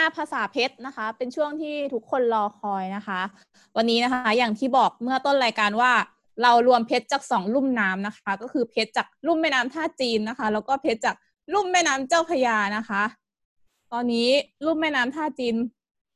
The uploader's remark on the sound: ZOOM Meeting